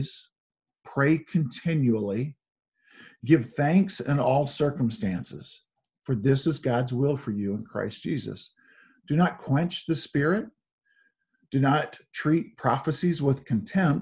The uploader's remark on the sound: Zoom Sunday